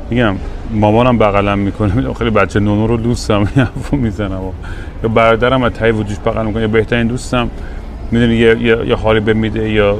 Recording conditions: busy venue